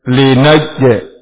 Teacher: huruf jim adalah huruf qalqalah. Ini apabila sukun terjadi pantul.